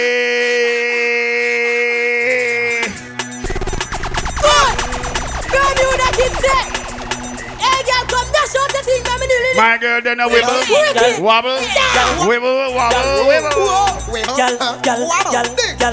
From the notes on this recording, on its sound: Live Inside Club Gym Orange Walk Town June 30th 2018